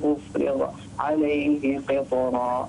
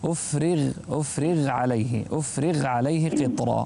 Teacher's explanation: الغين من أحرف الاستعلاء، إذا كانت ساكنة ينظر إلى حركة ما قبلها، فحركة ما قبلها هنا الكسرة، فينبغي عليك أن لا تفخم كثيرا · Shown in: second take · أفرغ عليه قطرا.